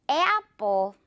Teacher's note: 마지막 뒷부분도 플 아니고 약간 된소리로 뽀 해주세요